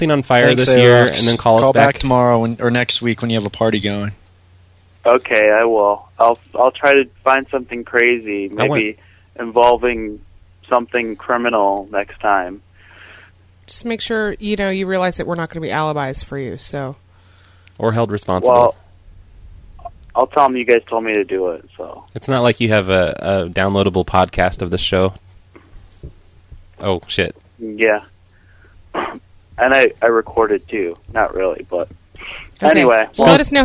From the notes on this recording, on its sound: Prank Phone Calls